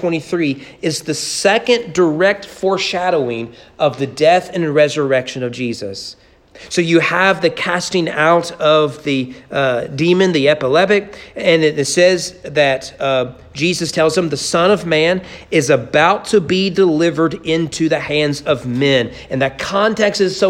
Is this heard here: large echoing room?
yes